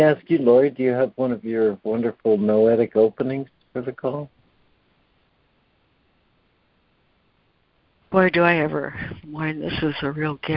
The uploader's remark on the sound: ACIM Daily Conference Call.